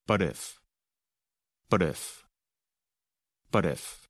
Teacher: And with the two words, but if, we don't really pronounce the letter T in the word but. Instead, it sounds almost like the letter D and connects to the word if